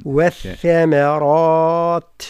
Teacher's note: والتاء عندما نقف عليها نقف عليها بالهمس بمعنى جريان النفس